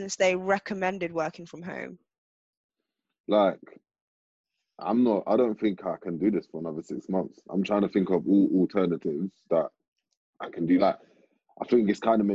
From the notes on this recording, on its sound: Had recorded this episode in self-isolation. Home on a video conference call.